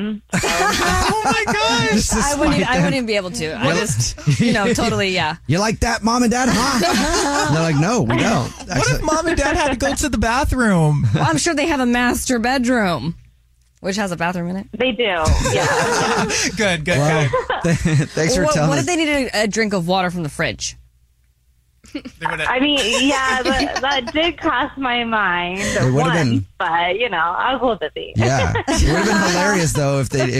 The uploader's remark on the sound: The woman on the phone has a Dirty Little Secret that involves her parents and her boyfriend!